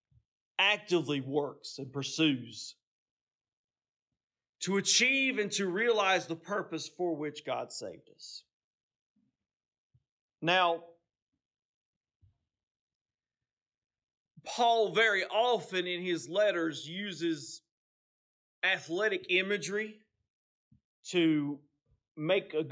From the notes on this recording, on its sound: This message was preached on Sunday, November 19, 2023, at Seaboard Baptist Church in Seaboard, North Carolina.